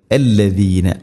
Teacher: وقال الذين ഇവിടെ അല്ലദീന, അല്ലദീന ദാൽ എന്ന അക്ഷരം അല്ലസീന എന്നോ അല്ലദീന എന്നോ അല്ല പറയേണ്ടത്, അല്ലദീന. വഖാലല്ലദീന ദാൽ ഉച്ചരിക്കുന്ന സമയത്ത് നാവിൻ്റെ അറ്റം മുൻപല്ലുകളുടെ ഇരുനിരകൾക്കിടയിലൂടെ അല്പം വളരെ നേരിയ തോതിൽ പുറത്തായിരിക്കണം നാവിൻ്റെ അറ്റം. എന്നാൽ സാഇൻ്റെ അത്ര ആവുകയും ചെയ്യരുത്.